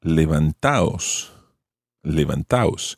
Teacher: you take out the D, and levantados becomes levantaos, levantaos